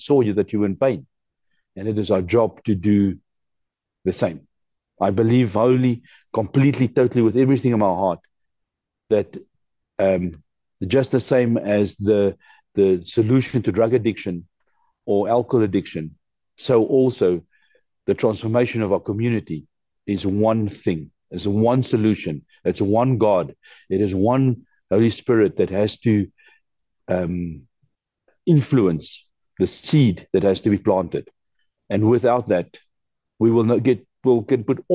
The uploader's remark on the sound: The Transformation Table Zoom Meeting